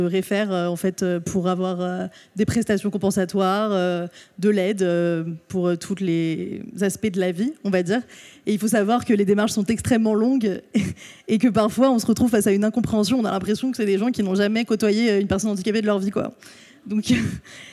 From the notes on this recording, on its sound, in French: À l'occasion de la 2e édition des Nuits aux Magasins.